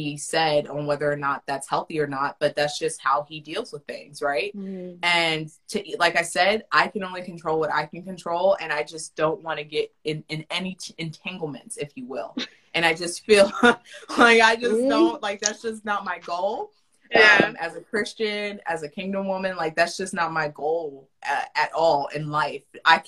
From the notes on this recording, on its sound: Instagram live replay